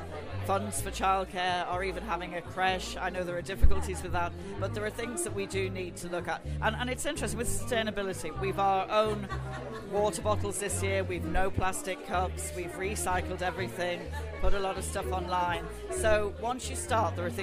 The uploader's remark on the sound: WFT and TG4 New Partnership Launch at the Galway Film Fleadh. This live event, which took place in the Pálás cinema.